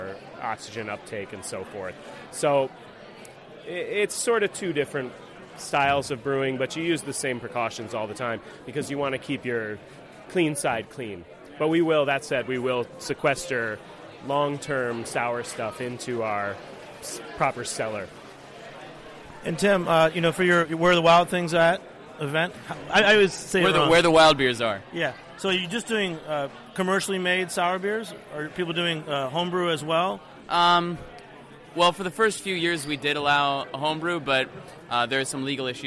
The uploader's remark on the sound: live at Jimmy’s No.